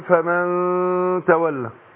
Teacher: شوف ايه انا داخل على التاء ازاي. بخفي النون في نفسها وبعدين انطق التاء. اقول فمن تولى. · Term: الإخفاء